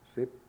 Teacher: there's three S's, but the last two have a Z sound, whereas the first one has that S sound. Sipsis, zis, Z.